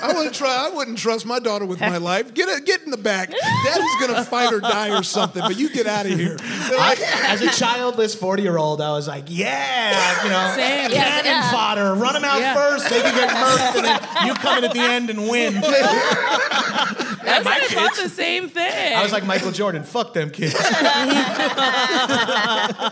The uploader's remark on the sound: Live at Comic Con. Ok, wow, it’s Headgum’s first ever Comic-Con live event! This special bonus episode taped live at San Diego Comic-Con.